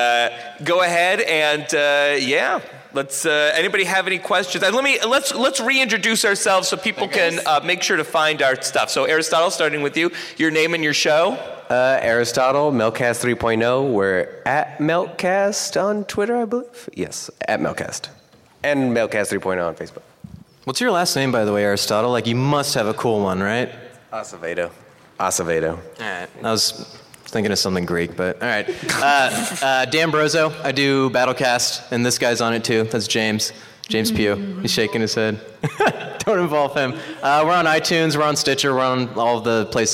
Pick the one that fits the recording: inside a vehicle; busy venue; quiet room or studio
busy venue